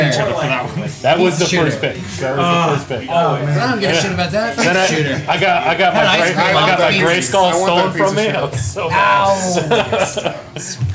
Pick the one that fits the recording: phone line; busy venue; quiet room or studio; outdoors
busy venue